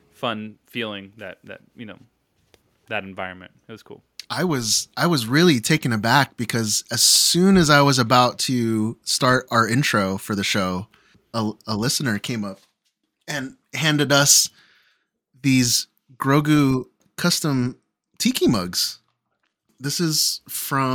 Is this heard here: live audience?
no